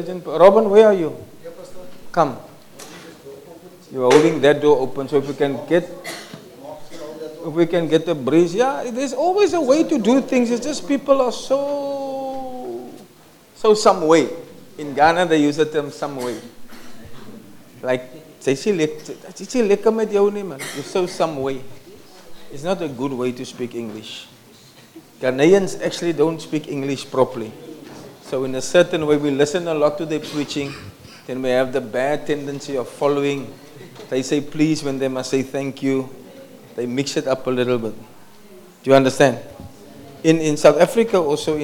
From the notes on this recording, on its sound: Preached at Kleinmond, Servants armed and trained ministry camp on 24 February 2024